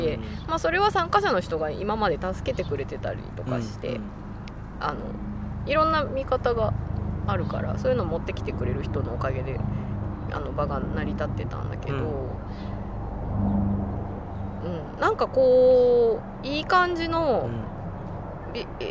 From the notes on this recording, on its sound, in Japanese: 今回も、すっかりお気に入りになった明治神宮の芝生で、のびのびと収録しました。天気は晴れ。